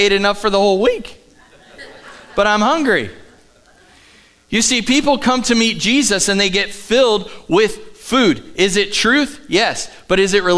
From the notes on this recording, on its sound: Live from The Summit Church in Dover, OH.